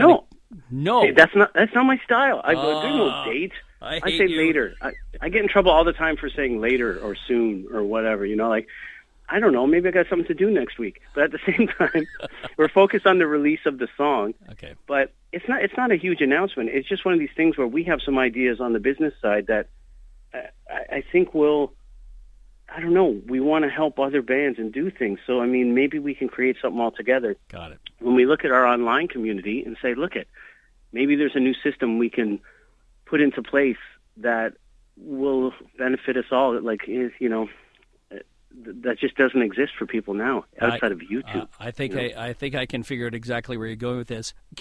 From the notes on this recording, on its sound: called